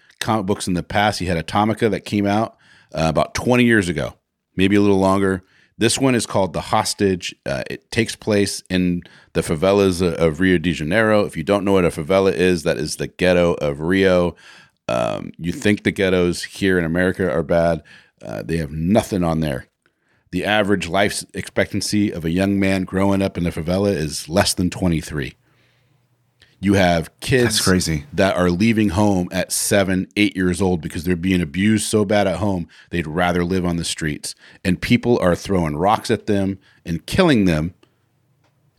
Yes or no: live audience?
no